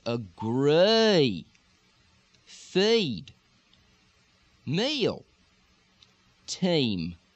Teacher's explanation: in lots of parts of Texas and lots of parts of the South, the long E is going to jog forward. E, E, with that E, E.